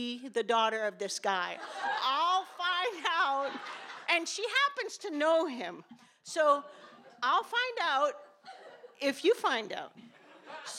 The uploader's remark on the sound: These stories were recorded in front of a live audience. At Provincetown Theater in Cape Cod, Massachusetts.